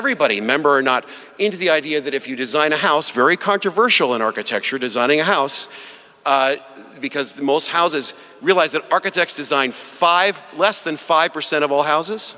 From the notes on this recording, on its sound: Saturday morning talk at our 2017 Conference in New York City. At St George's Episcopal Church.